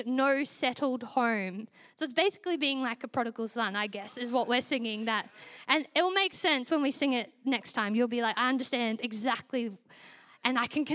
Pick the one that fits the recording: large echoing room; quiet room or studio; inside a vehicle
large echoing room